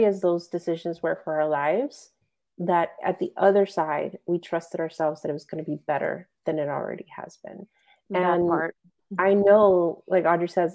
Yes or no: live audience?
no